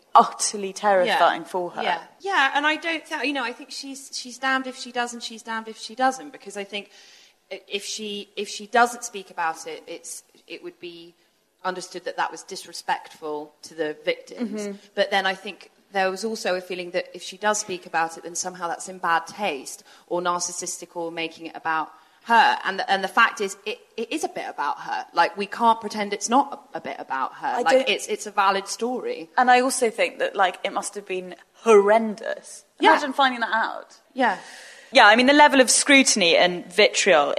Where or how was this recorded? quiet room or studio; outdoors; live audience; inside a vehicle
live audience